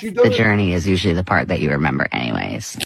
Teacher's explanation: She's got vocal fry like a motherfucker.